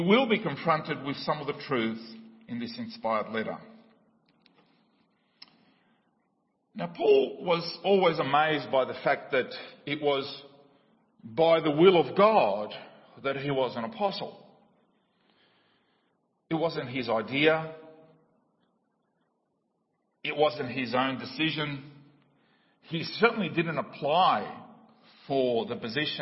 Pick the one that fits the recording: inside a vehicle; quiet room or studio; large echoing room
large echoing room